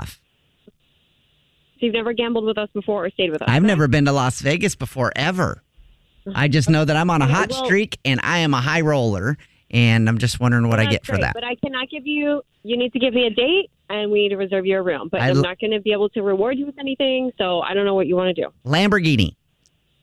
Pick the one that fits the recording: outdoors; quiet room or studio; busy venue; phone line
phone line